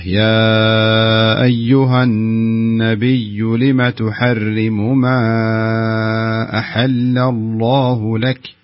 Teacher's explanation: نسميه مد منفصل. ها يمد بمقدار 4 حركات